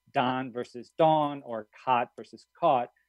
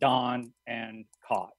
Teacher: Increasingly in large parts of the country, they're sort of merged into a single vowel sound.